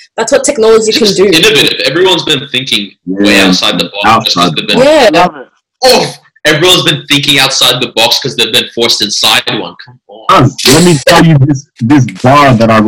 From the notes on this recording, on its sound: Live From Quarantine. Welcome to our first over-the-phone podcast.